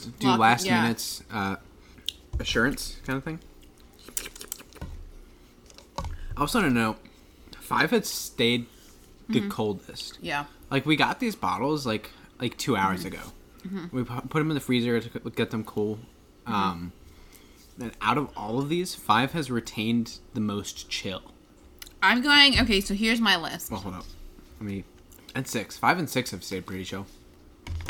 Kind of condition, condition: fault, background noise